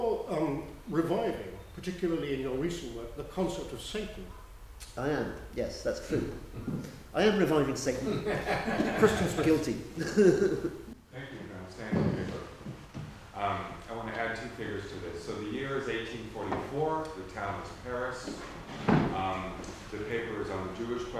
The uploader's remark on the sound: These are the recordings from the Shakespeare and Marx symposium organised by Kingston Shakespeare and held at Garrick's Temple to Shakespeare (Hampton, UK) on June 24, 2017.